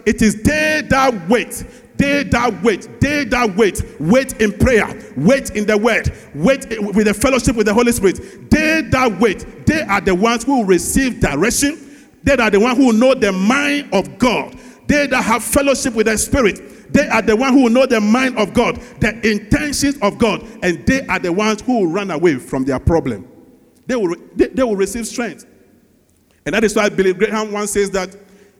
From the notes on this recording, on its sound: Sermon preached at CBC Shiashie Campus.